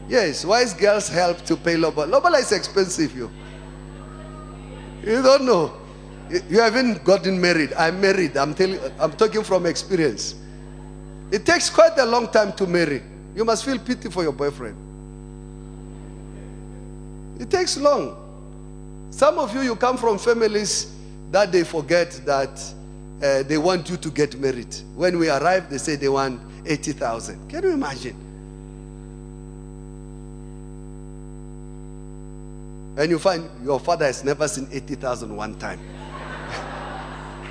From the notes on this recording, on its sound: Second Service. Preached at Emmanuel Christian Church, Arcadia Campus.